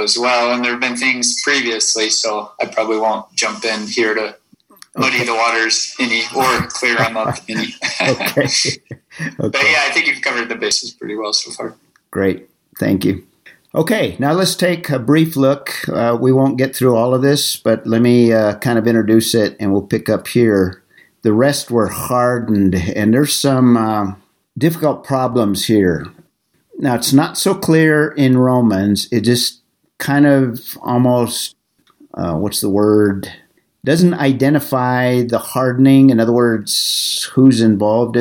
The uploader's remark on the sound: for our Zoom meeting #28